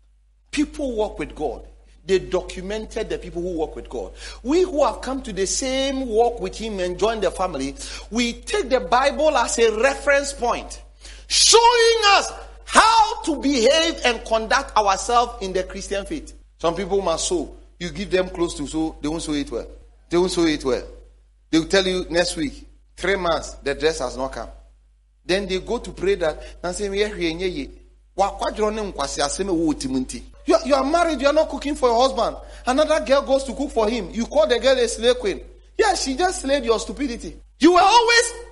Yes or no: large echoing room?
yes